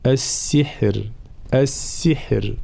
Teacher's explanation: الراء مجهورة وفيها صفة التوسط بين الشدة والرخاوة، فلا بد من بيان صوت الراء هنا، السحر السحر هكذا، فلا نقول السحر، لا هنا فيها نوع من الهمس، لا السحر هكذا.